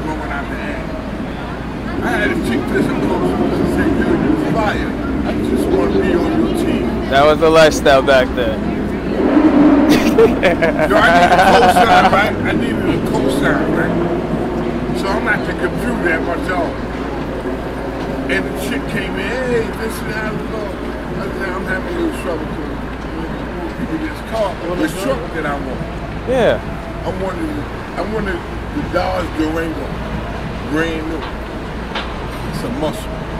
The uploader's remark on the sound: During this episode we filmed live from #timesquare in New York City. We met people for the first time and introduced them to the things that we are doing and to the company.